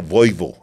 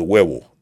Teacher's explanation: el acento de los judíos se notaría más convirtiendo el diptongo UE en OI · Shown in: first take